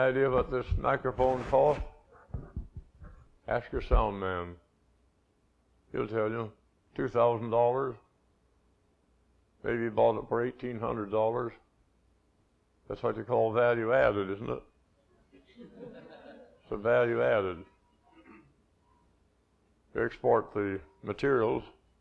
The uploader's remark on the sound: this 20-minute excerpt from a lecture